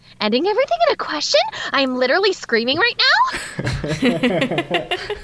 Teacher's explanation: Everything's, like, vocal fry and also a question at the end of the statement.